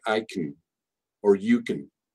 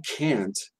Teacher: But when it's emphasized as can, many native speakers, especially from North America, will understand can't. Because when we say can't, we usually keep that vowel as the pure original vowel and not reduce. · Term: reduced